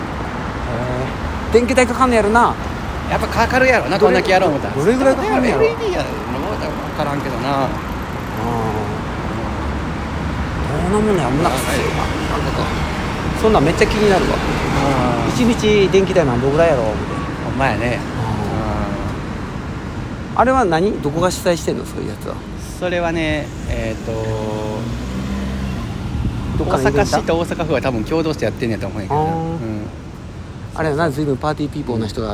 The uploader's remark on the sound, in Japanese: 本町駅 from Radiotalk。梅田から難波方面を歩きながらラジオ。